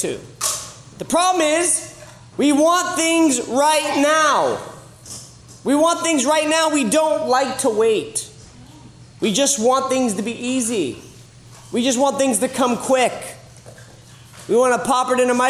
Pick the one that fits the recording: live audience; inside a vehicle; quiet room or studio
live audience